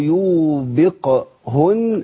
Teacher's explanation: ما خليش القاف تتأثر بإيه؟ بالواو اللي قبلها والضمة، لأن الضمة بنت الواو. · Term: حرف مقلقل